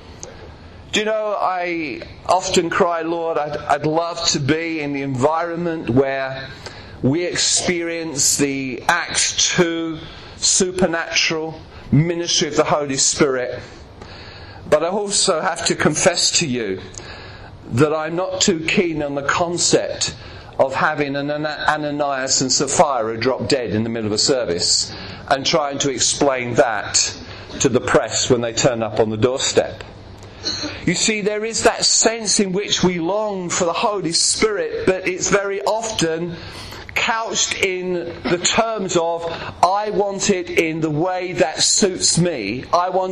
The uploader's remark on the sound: preaching at Clacton Elim Pentecostal Church